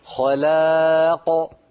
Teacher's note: تفخيم القاف من خلاق عند الوقف هكذا، خلاق بضغط الصوت، أيوة بضغط الصوت إلى الأعلى هكذا، والباقي كان جيد.